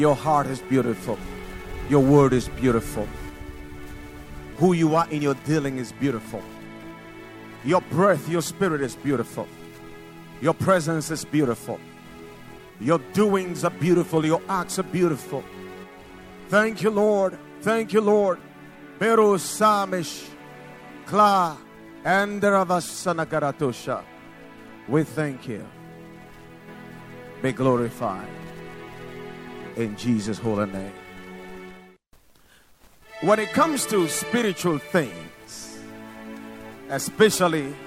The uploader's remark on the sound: Preached at Watered Garden Church